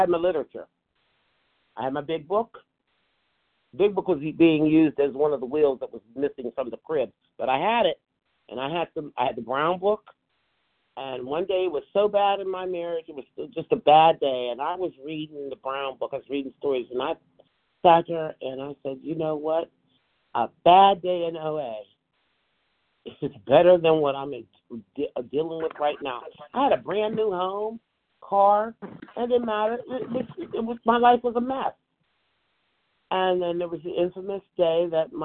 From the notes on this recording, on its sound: from the 100 Pounders Phone Meeting, 1/17/24